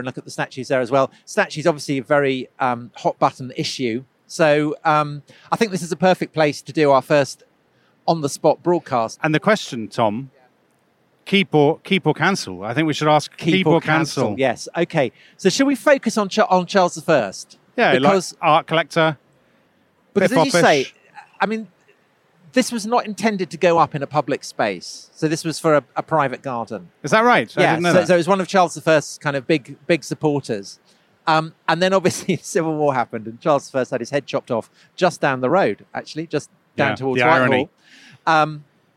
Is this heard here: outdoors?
yes